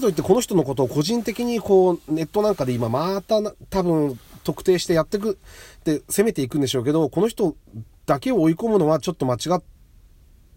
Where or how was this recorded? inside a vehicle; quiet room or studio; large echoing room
inside a vehicle